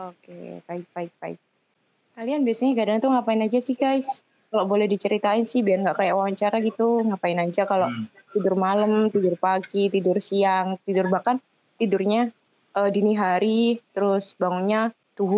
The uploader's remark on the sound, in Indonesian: Ini adalah episode MeetCast dimana kita record menggunakan media Google Meet.